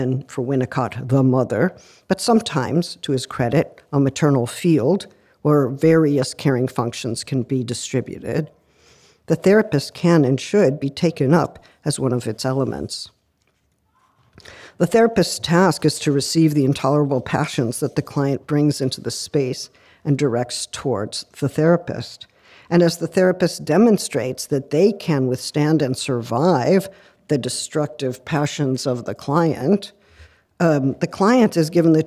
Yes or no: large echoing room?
yes